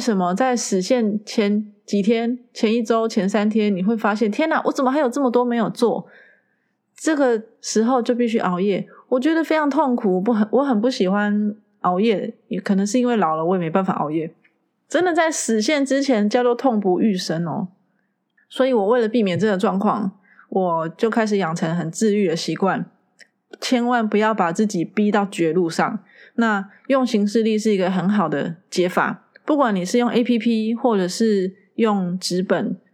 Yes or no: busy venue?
no